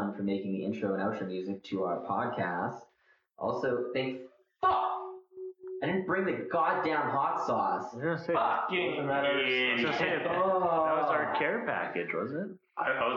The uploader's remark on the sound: APOLOGIES FOR THE TERRIBLE AUDIO WITH THIS ONE